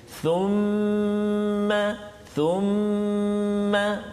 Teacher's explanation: Uh, thumma di atas huruf mim ada sabdu thumma wajib al-gunnah kena dengung kat situ dua harakat